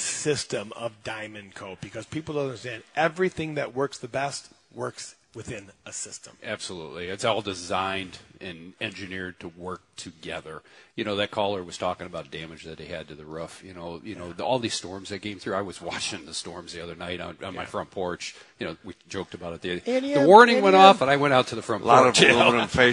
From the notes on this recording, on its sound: Live from Taylor Doors in Sterling Heights.